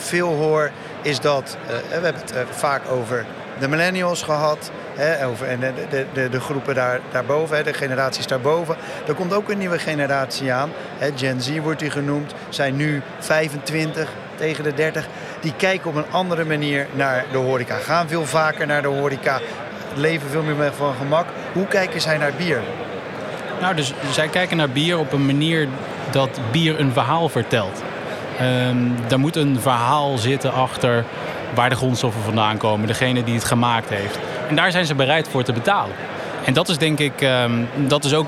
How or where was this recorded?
busy venue